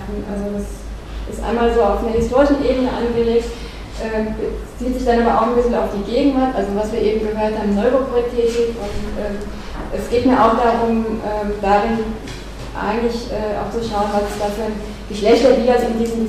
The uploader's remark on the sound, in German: Mitschnitt des Vortrags. Universität Innsbruck.